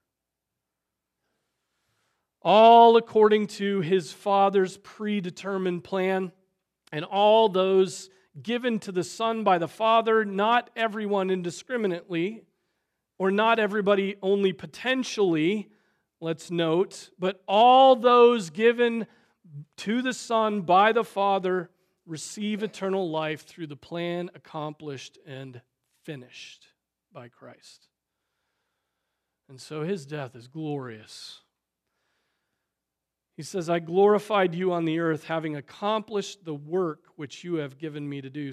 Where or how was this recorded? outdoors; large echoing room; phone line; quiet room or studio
large echoing room